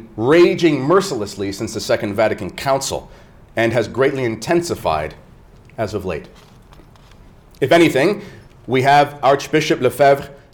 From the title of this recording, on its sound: Talk at Canadian Martyrs Men's Conference 2024